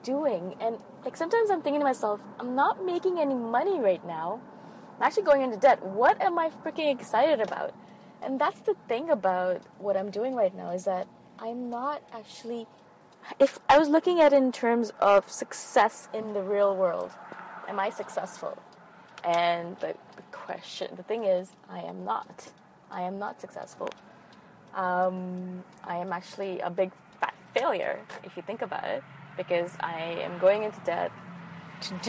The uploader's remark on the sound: I recorded this episode in my car after a really amazing Yin Yoga class.